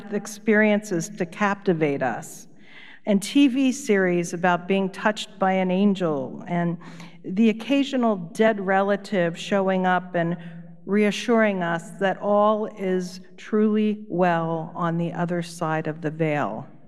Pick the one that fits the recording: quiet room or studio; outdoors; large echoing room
large echoing room